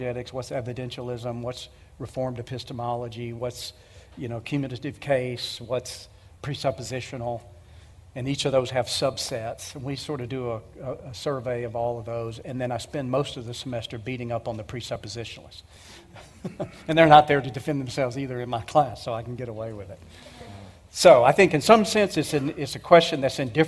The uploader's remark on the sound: Q & A Session Pt 1 – 2023 E and A Apologetics Conference. The Question and Answer time at the 2023 Evidence and Answers Conference.